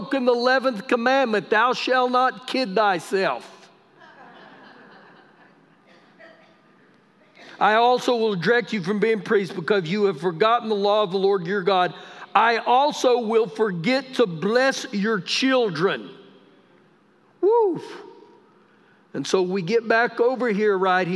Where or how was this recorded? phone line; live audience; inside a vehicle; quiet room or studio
live audience